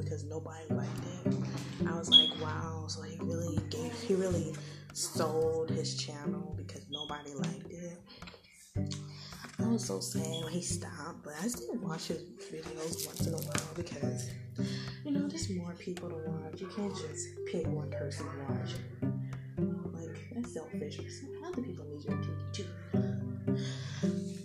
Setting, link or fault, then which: fault, sounds in the background